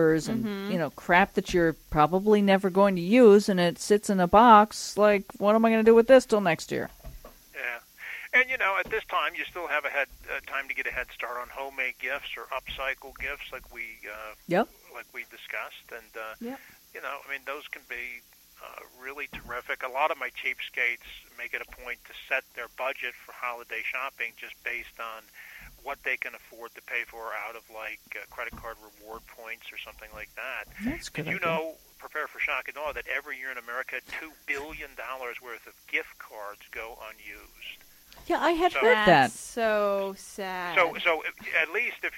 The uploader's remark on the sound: called in and talked with us